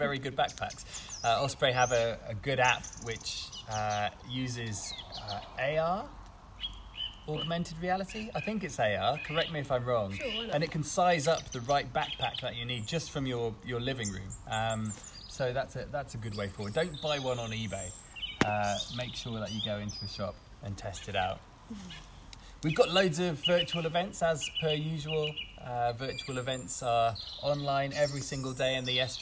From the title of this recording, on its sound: Live From the Campfire